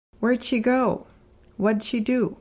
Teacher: Did can be a quick D sound when it's combined with a question word. Listen for where did and what did.